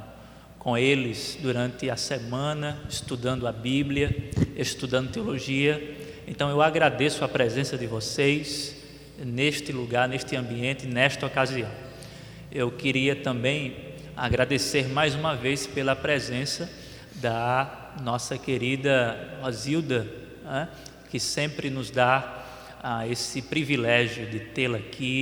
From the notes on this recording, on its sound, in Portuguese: Debate. Além da participação do público presente.